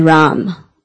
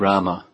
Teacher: But Sanskrit, it's Rama. In Hindi, they just drop the final vowel. · Shown in: first take